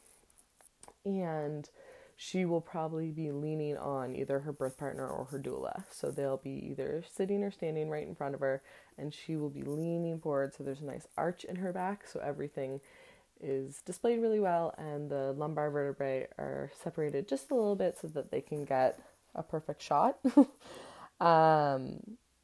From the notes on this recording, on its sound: there is some extras noises in the audio today!